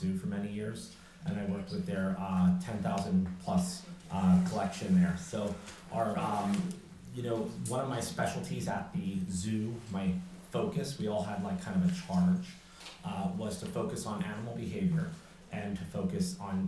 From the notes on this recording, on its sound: Have a listen to my lecture at the Chatham Public Library in beautiful Chatham New York. It was a great day with an amazing group of people.